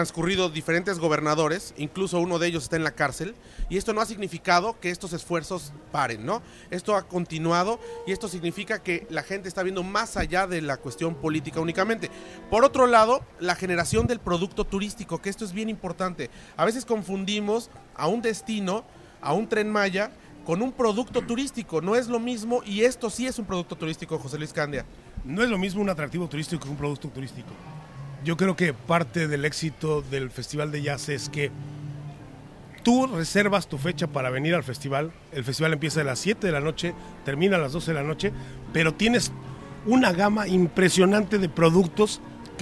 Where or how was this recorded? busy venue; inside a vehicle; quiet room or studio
busy venue